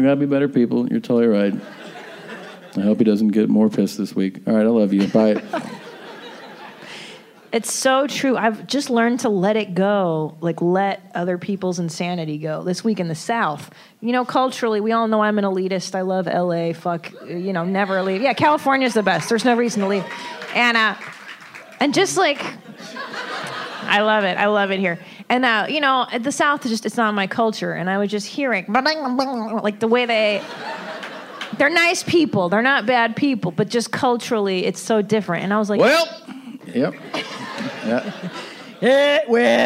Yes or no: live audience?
yes